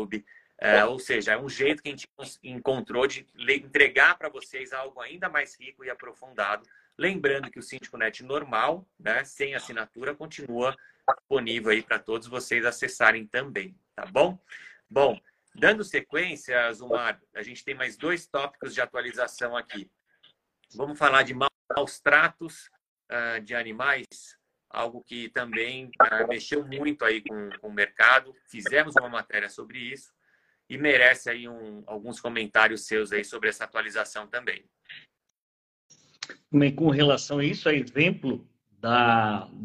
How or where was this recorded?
video call